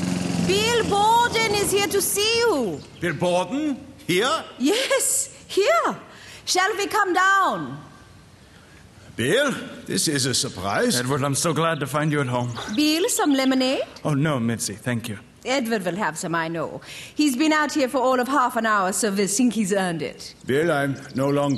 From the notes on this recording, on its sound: Format: Original Recording. Publisher: L.A. Recorded in front of a live audience.